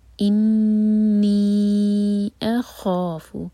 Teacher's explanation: Next word جو ہے حمزہ سے شروع ہو رہا ہے. انی اخاف، حمزہ لائٹ اور خوا ہیوی، خوا کو منہ بھر کر پڑھیں گے اور دو حرکہ لمبا